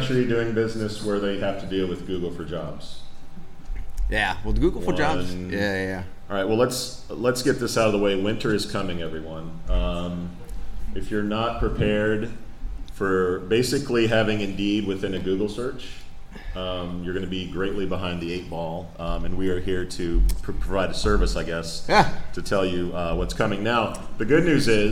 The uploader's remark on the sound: Live in Dublin for TAtech Europe